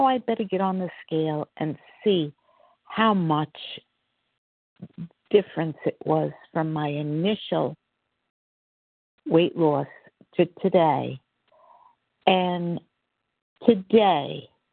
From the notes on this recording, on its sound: 100 Pounders Phone Meeting, 2/15/24